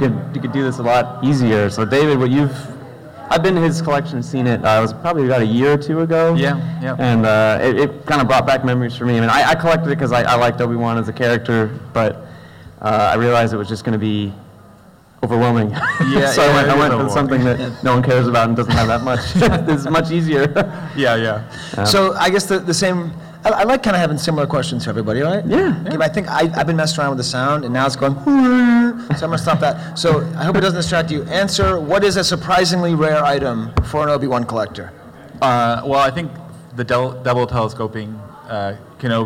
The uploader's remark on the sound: Live from Celebration Anaheim. Recorded live at Celebration Anaheim.